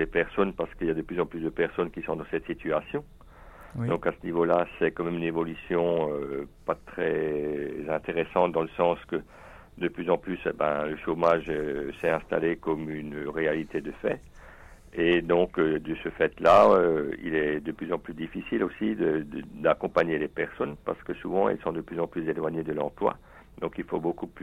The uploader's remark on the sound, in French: Par t&eacute;l&eacute;phone. Bienvenue sur Radio CRESUS. (par téléphone).